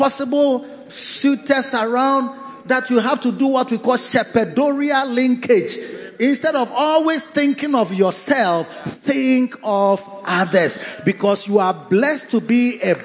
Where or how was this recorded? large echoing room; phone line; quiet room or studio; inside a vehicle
large echoing room